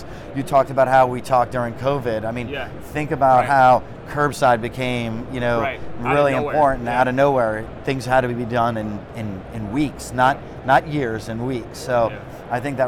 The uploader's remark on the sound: Live From NRF 2024